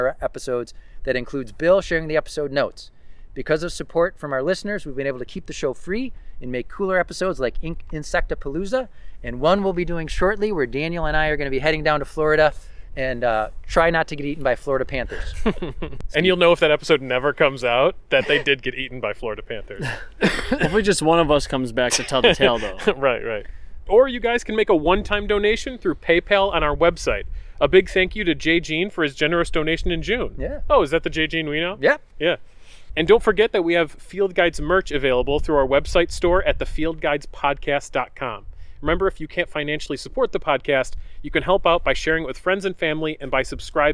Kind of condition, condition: setting, outdoors